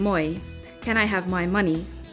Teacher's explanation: sometimes the I sound becomes oi